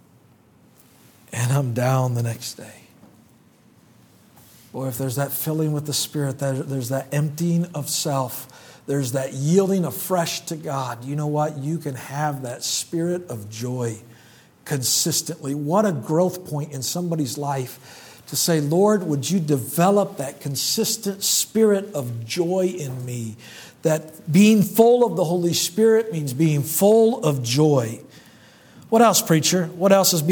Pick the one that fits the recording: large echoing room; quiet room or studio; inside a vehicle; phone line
large echoing room